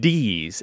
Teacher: the D sound is on your palate, just a little bit behind your teeth, the difference of where your tongue is a centimeter or two.